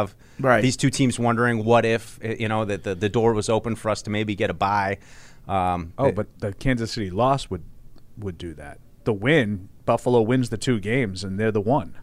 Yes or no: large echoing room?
no